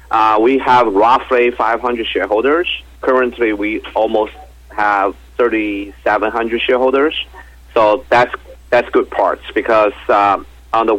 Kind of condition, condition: link, phone line